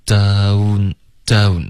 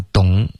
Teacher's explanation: Down 要有一个滑动，downdown，别发 dong · Shown in: first take